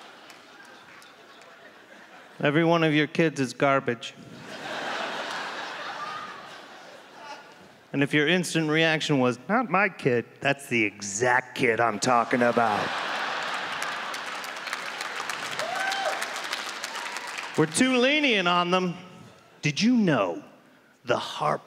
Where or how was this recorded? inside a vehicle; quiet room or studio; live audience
live audience